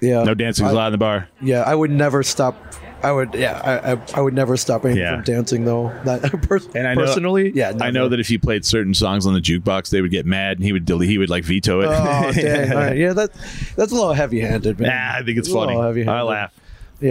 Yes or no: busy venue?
yes